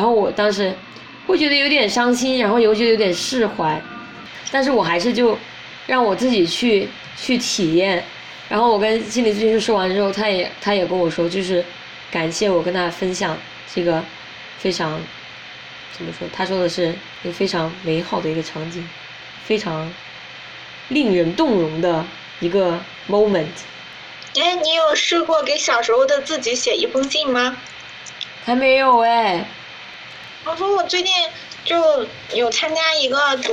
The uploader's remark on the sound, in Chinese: 录这期的时候因为隔音原因背景音会有警铃声。也不知为何这期录制我和嘉宾的声音是一个完全左声道一个完全右声道，并且有些许没有办法剪辑掉的笔记本发动机的杂音。